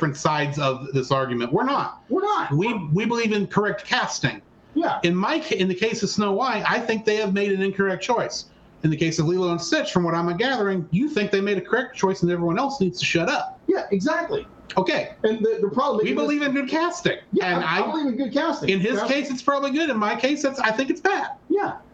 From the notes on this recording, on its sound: DUE TO AN TECHNICAL ERROR THE AUDIO IS WEIRD IN THIS EPISODE!